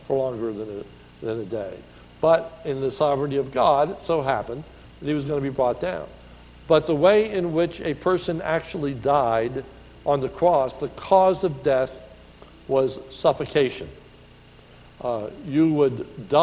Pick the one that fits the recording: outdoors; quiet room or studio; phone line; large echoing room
large echoing room